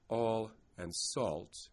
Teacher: even if I might make some length distinction, I'm definitely making them both as the same vowel shape.